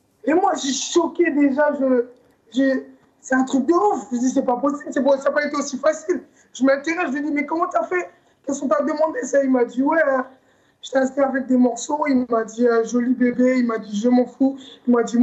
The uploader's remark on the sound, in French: une interview en visio